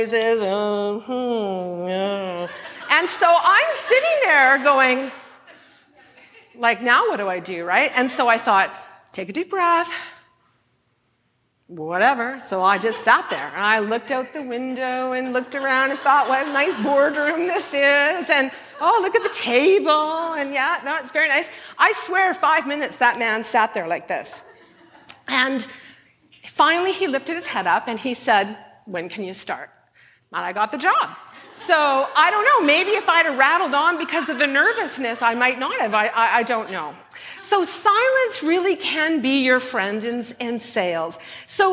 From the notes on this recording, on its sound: at a Shine Live event